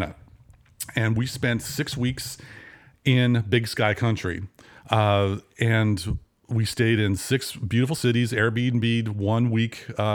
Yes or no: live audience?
no